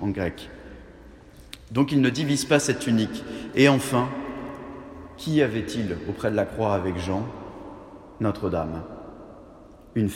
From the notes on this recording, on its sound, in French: Conférences de Carême de la Collégiale Saint-Just (Lyon)